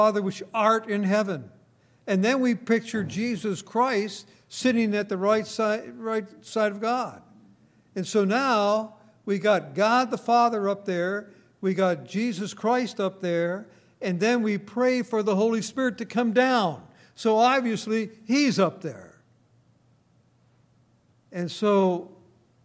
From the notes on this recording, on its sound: Recorded on August 26, 2018, at Grace Bible Fellowship in Front Royal, VA.